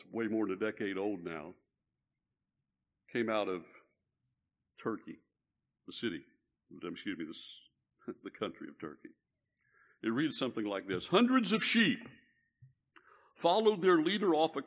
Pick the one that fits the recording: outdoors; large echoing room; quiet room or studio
large echoing room